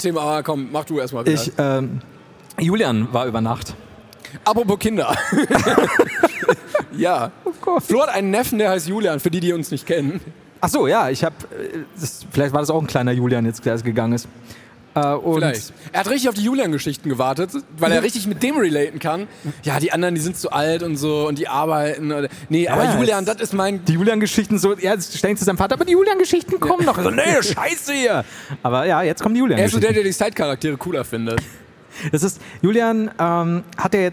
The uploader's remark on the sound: LIVE in Hamburg